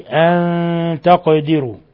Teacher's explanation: من قبل أن تقدروا نون ساكنة جاء بعدها التاء الحكم التجويدي إخفاء حقيقي، إخفاء حقيقي أن تقدروا، ولا يخفى ما في القاف الساكنة من قلقلة لأنها من حروف قطب جد